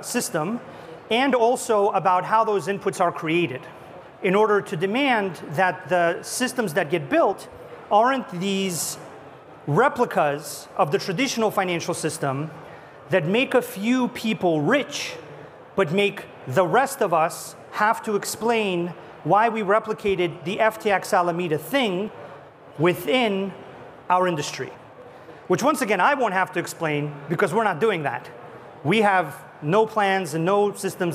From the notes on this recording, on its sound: A Consensus 2023 panel